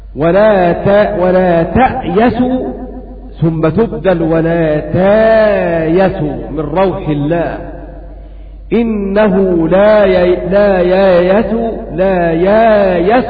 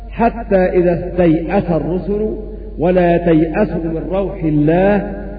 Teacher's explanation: جعل الهمزة مكان الياء والياء مكان الهمزة ثم تبدل الهمزة ألفا · Shown in: first take · فتقرأ هكذا ولا تأيسوا ثم تبدل ولا تايسوا من روح الله · Term: القلب المكاني